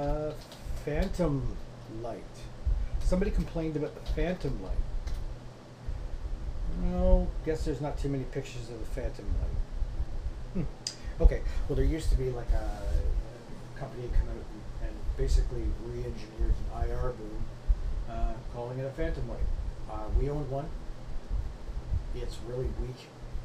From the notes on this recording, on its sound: Audio is a little poor for some reason may need to turn it up